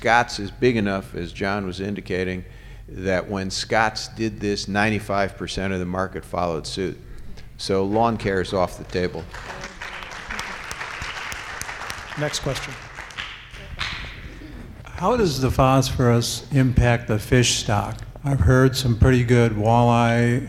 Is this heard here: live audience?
yes